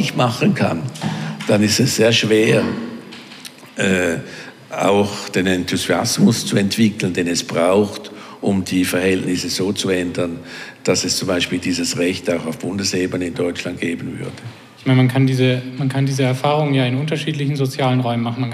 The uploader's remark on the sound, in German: Audiomitschnitt von der Veranstaltung UM Politics Talks. Im Unternehmen Mitte.